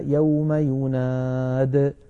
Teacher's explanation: عندنا أيضا مثالين آخرين نذكرهما من ذلك في سورة قاف قوله تعالى: يوم ينادي المنادي، يوم ينادي المنادي، ينادي وزنها يفاعل، ينادي وزنها يفاعل، ولكنها كتبت من غير ياء في آخرها على نية الوصل لأننا لما نصلها بكلمة المنادي تسقط ياء الفعل، فكذلك نقف عليها يوم يناد ولا نقول يوم ينادي وقفا.